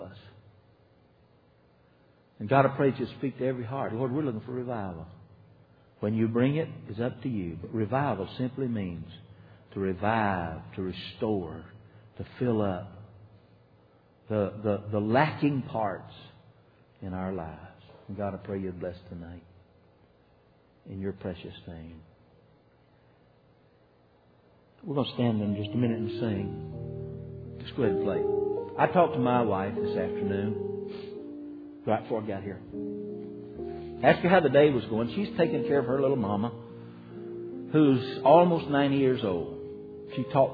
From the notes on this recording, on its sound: (Archived from January 2006 Revival at Liberty Baptist Church in Dalton, Georgia).